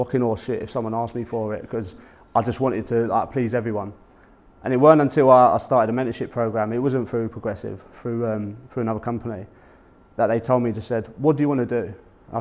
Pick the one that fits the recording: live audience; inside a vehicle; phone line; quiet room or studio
live audience